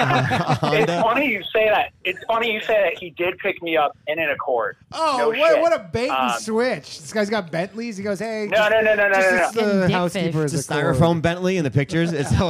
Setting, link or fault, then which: link, phone line